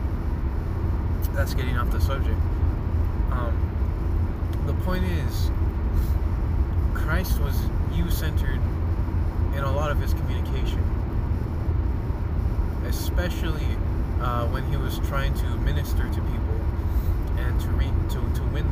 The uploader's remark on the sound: recordings I did while on the road (please excuse the noise)